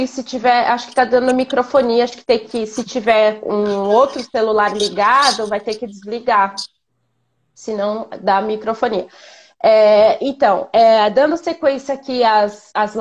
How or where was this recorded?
video call